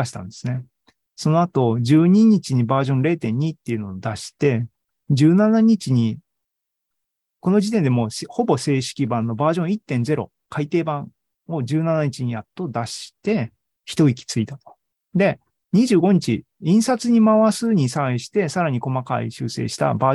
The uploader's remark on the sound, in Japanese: ZOOMライブの模様です。